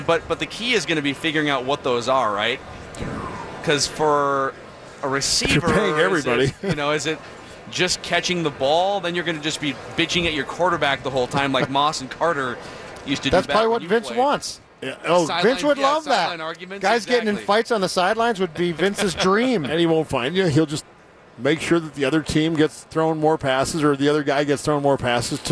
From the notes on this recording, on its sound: live from Radio Row all week